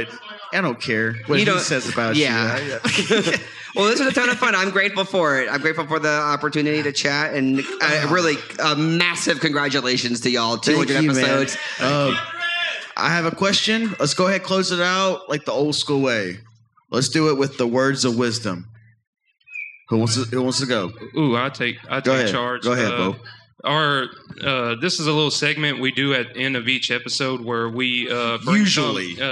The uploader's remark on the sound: This show was recorded in front of a live audience at Dmac's in New Orleans, Louisiana.